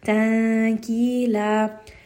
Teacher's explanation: Here, because gaf is light, the ikhfa is also light.